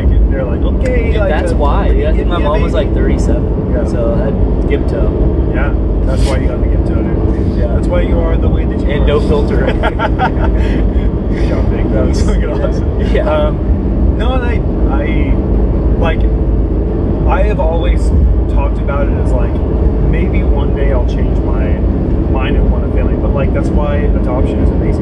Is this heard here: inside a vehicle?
yes